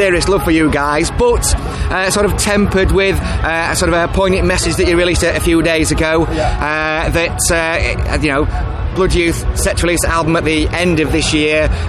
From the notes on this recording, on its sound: at this weekends Slam Dunk Festival North 2021